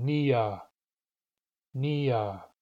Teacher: Notice that the vowels of Nia are long, long in Nuchanal.